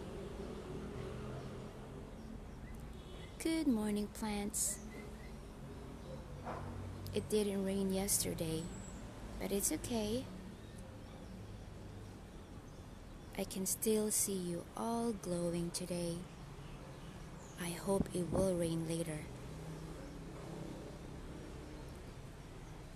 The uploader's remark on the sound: Gratitude morning walk and sounds. You can hear it as natural and raw.